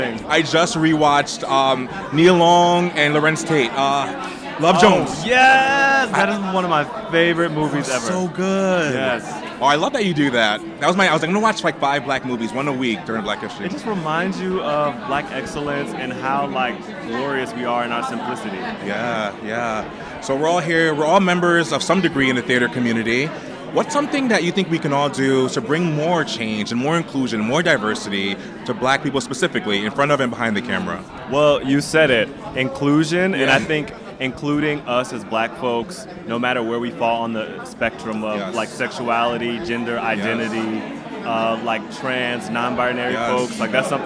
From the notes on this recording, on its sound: Live from The Black Theatre Coalition Inaugural Gala. Islive on the red carpet at The Black Theatre Coalition Inaugural Gala.